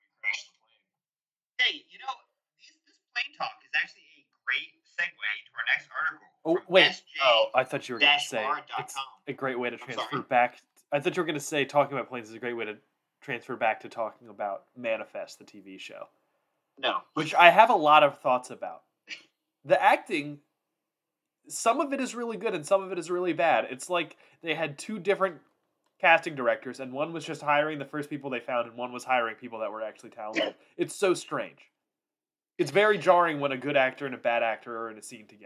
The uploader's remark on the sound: New Computer Ate the Audio Quality.